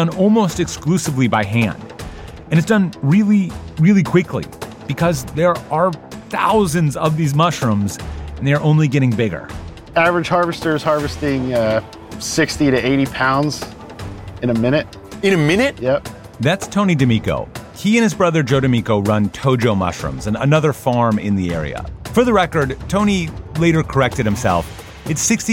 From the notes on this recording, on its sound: Just an hour west of Philadelphia, there’s a charming town in Pennsylvania. We visit during the town’s annual festival and check out the mycelium madness.